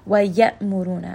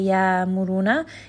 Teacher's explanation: Hamza, we learned, is a letter of shidda. So here we're going to abruptly stop the sound. · Shown in: first take · We're not going to bring it into the jawf.